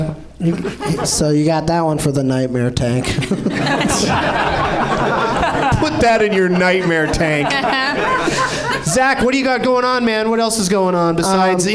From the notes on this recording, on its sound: Live from the NerdMelt Showroom in LA